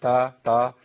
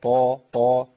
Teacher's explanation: أنا عندي الطاء في الشيطان أقوى صوت للطاء في هذه الحالة اللي هي الطاء المفتوحة بعدها ألف · Shown in: second take · ما قولش الشيطا تا تا الشيطا طا طا.